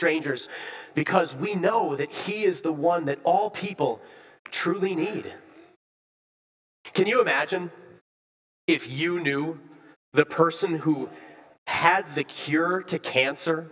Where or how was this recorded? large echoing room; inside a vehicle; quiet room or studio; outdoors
large echoing room